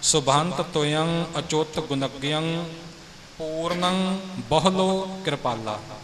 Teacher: ਗੁਣਗਯੰ ਬੋਲਣ ਲੱਗਿਆ ਨੰਨੇ ਦੇ ਉੱਪਰ ਥੋੜ੍ਹਾ ਭਾਰ ਦੇ ਕੇ ਪਾਠ ਹੋਵੇਗਾ